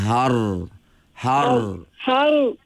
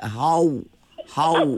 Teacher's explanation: Ra ni dia duduk di hujung lidah. · Shown in: first take